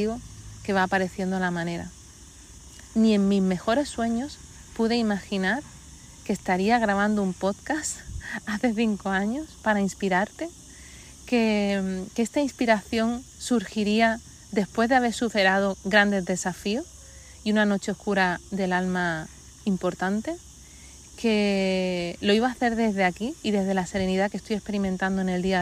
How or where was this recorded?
outdoors